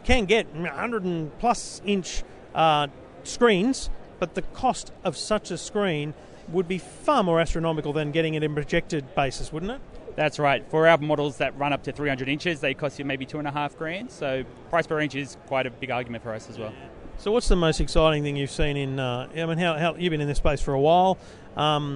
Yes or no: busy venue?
yes